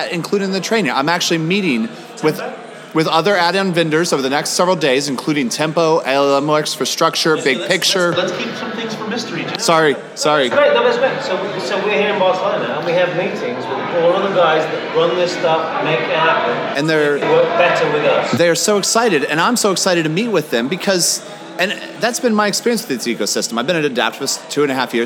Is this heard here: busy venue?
yes